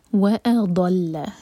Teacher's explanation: واو کے لیے ہوٹ کول، اس کے بعد حمزہ کا cut off sound. وأضل، a light, ضاد ہیوی، لام لائٹ.